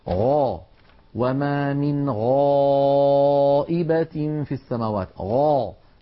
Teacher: وهي أيضا حرف رخو، يعني قابل للمط، فصوتها قابل للتطويل، فلذلك ليست هي من حروف أجد قط بكت الحروف الشديدة، وليست من حروف لن عمر الحروف بين الرخوة والشديدة. الغين حرف مستعل، عندما ننطقه ينضغط صوته إلى قبة الحنك فيعود الصوت وله رنين، هذا الرنين يسميه علماؤنا التفخيم